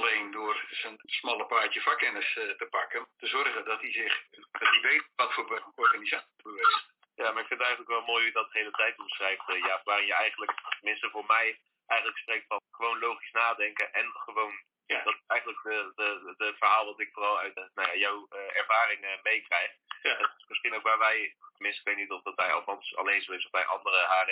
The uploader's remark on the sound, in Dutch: Helaas is de kwaliteit van het geluid om onbekende reden veel minder dan normaal.